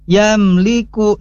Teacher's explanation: ini kadang-kadang ada yang suka didengungkan, padahal ini tidak perlu, namanya idhar. · Term: Idhar syafawi